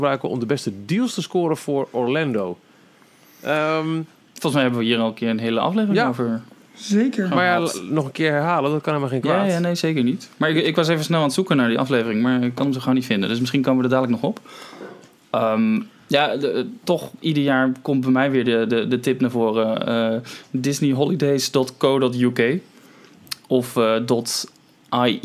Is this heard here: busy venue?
no